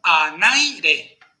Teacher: El diptongo hace que esa sílaba sea fuerte y se robe el acento